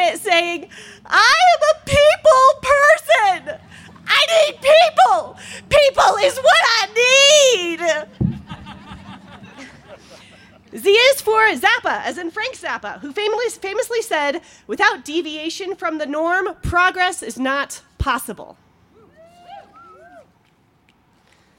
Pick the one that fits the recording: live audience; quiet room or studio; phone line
live audience